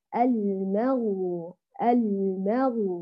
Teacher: نرقق الاثنين، نقول المغ أغ ولا نقول المغ أغ، نفخم الاثنين، بل نرقق الميم ونخلص الغين ونفخمها · Term: ترقيق الميم وتفخيم الغين